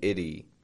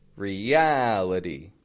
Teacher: And then itty. Has a flap T.